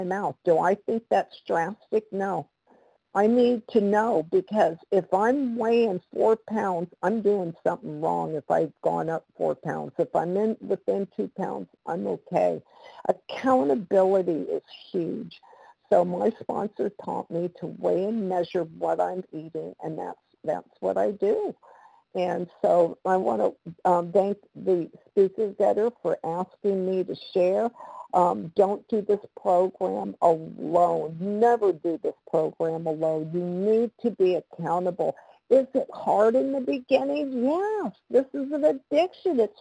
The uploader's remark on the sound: the 100 Pounders Phone Meeting, 1/10/23